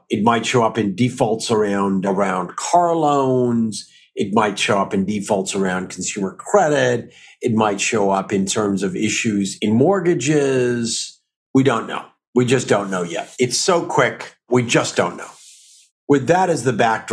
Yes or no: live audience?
no